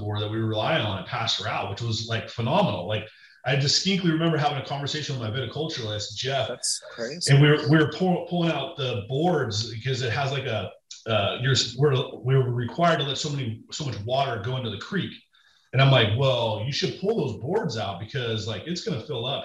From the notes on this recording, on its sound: Listen in on their entire Zoom chat